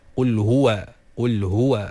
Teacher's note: Pastikan waw tu nipis. Qul huwa, qul huwa, masuk pada nama Allah, qul huwallahu.